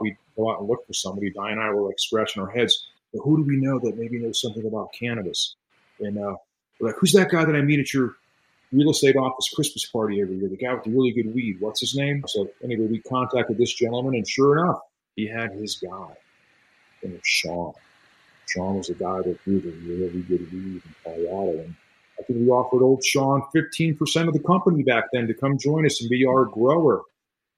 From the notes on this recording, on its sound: Recorded on Squadcast